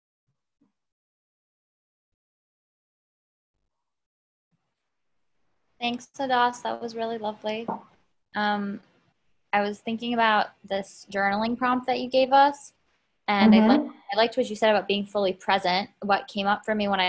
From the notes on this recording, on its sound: Zoom Class